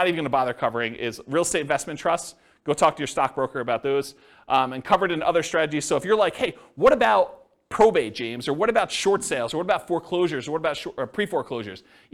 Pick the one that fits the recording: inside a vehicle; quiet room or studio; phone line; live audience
live audience